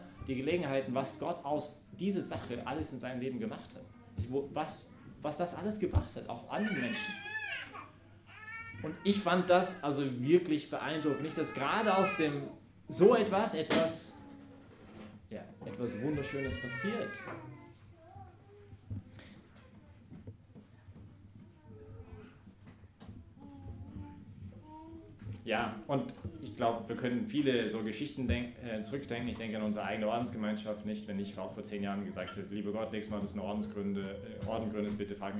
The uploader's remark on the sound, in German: Dies ist die Predigt von der Messe am Sonntag, den 22. Im Zentrum Johannes Paul II.